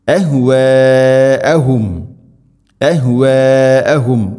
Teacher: അഹ്വാഅഹും അഹ്വാഅഹും മദ് മുത്തസിൽ, മദ്ദിൻ്റെ അക്ഷരമായ അലിഫിന് ശേഷം ഹംസ അതേ പദത്തിലാണുള്ളത്, നാലോ അഞ്ചോ ഹർക്കത്തിൻ്റെ ഖദറിൽ നിർബന്ധമായിട്ടും നീട്ടണം.